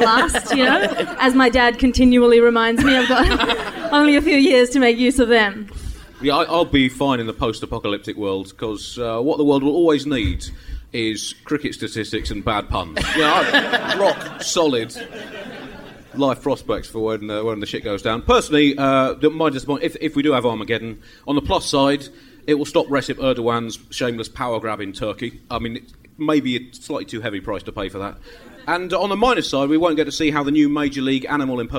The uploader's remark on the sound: LIVE IN AUSTRALIA! The Bugle makes it's live debut in Australia!